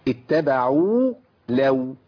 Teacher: زمن الواو الأولانية أطول من زمن الواو الثانية